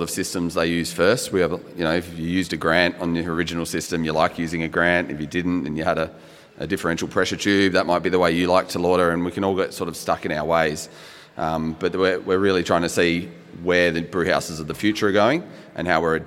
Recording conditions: busy venue